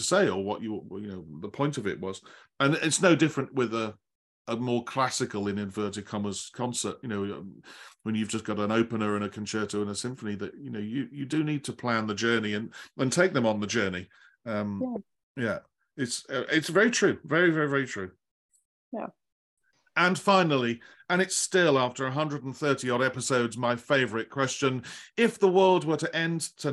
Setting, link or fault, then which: link, video call